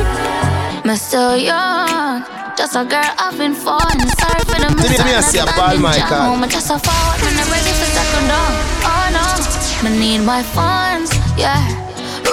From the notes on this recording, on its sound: (MINIMAL TALKING ). Live audio recording of my set at Island Saturdays on Dec 17th.